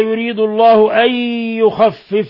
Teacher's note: نون ساكنة جاء بعدها الياء، الحكم التجويد إضغام بغنة